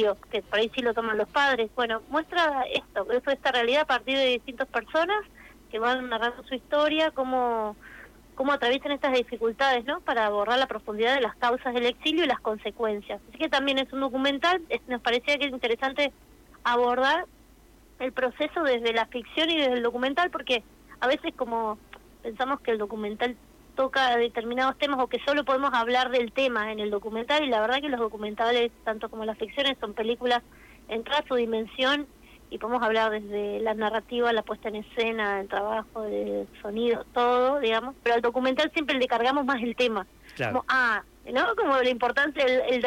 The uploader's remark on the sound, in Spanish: En comunicación telefónica con CTNR.